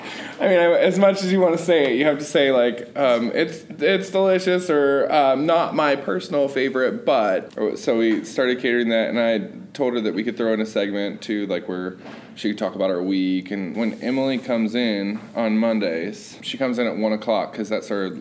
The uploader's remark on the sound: These are real stories, told live.